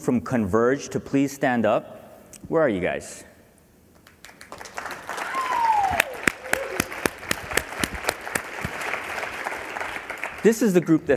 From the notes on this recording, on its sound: The best of live interviews from GreenBiz events.